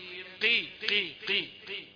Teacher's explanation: ما تقولش كي ولا تقولش ايه قي، ما تجيبهاش تخينة قوي. يبقى المستقيم اخد اخد درجات التفخيم.